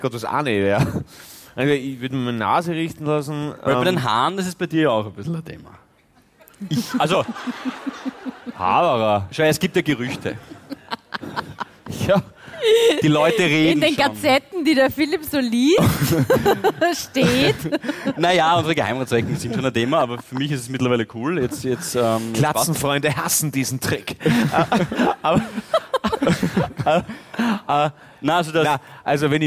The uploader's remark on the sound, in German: Hawi D'Ehre LIVE - WIEN. Aus dem Theater im Park, Wien.